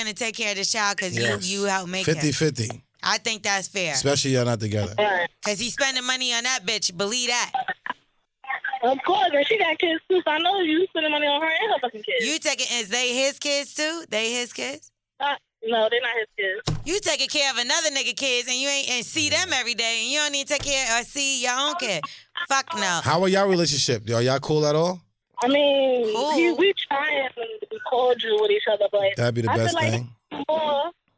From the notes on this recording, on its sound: They took it to the phone lines to see if the listeners were team beast or team bully.